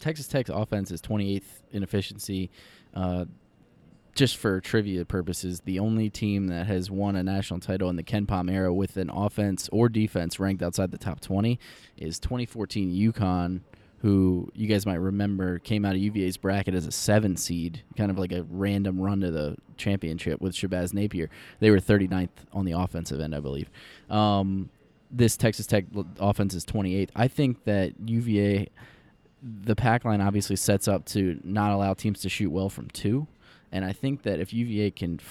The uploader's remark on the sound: Live From the Final Four